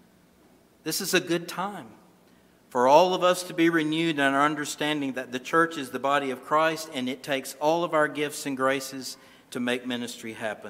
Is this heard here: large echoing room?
yes